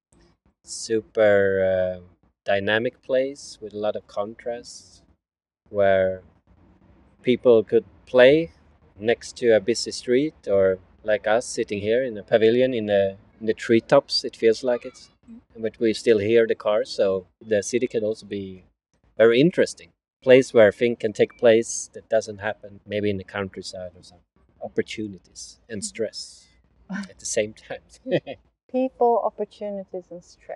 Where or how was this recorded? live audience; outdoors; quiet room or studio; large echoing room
outdoors